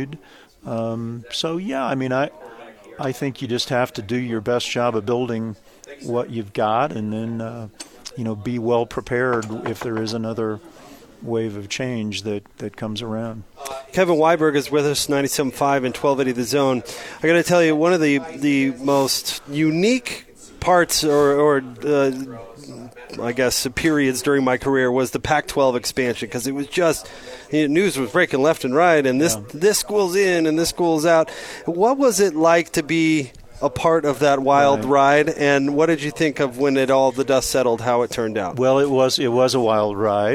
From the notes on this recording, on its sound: joined the show at BYU Media Day